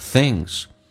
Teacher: 在口语化当中那个 z 可以发成一个轻轻的 s